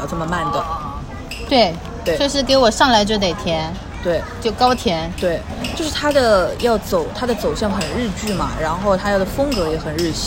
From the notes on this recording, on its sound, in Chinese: 本次录制花费：坐在路边喝另茶。